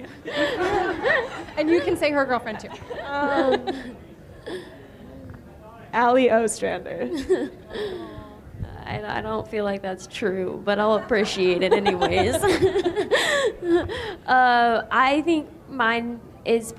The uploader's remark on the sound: Joined me for a live show. At New York Road Runners's second annual RunnerCon event the day before the New Balance Fifth Avenue Mile.